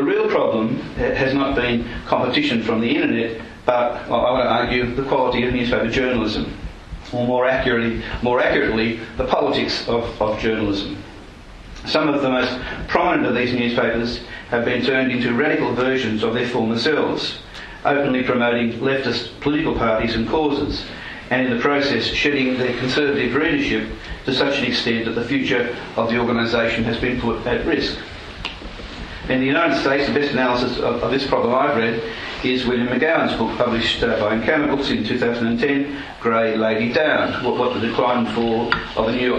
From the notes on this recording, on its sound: presented at the conference hosted by The New Criterion and the Social Affairs Unit